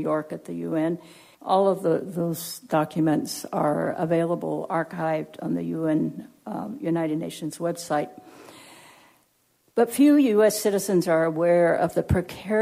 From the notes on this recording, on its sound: Recorded at Simon Fraser University.